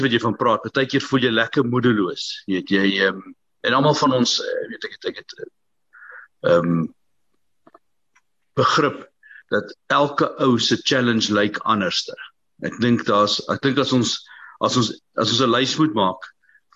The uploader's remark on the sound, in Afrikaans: Zoom Byeenkoms 7 April 2022. Manne van die Woord Zoom Byeenkoms.